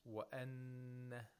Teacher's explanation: we have a noon with tashdeed. We have to apply ghunna for two vowel counts. Nasalization of the noon for two vowel counts.